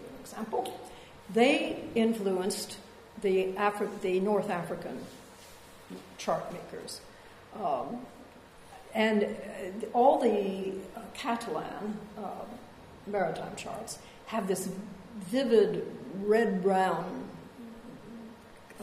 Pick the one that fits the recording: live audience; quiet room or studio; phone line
live audience